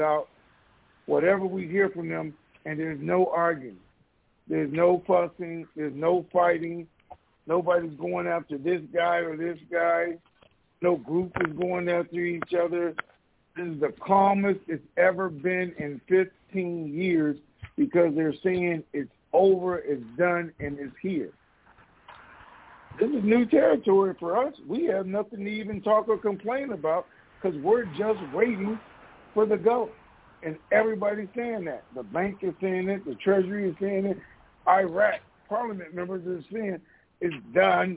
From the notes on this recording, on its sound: TNTSuperfantastic Conference Call